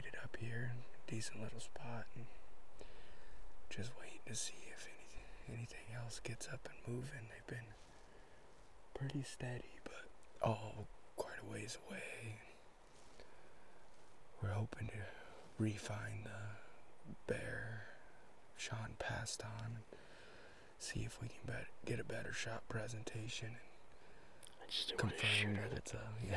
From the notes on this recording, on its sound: LIVE From the Backcountry Black Bear opening weekend. Live action in the field with plenty of ups and downs.